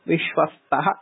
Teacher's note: तकारः अल्पप्राणः एव न तु महाप्राणः